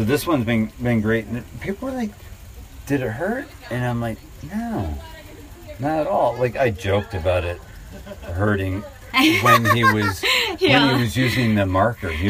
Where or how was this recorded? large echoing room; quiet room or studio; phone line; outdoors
outdoors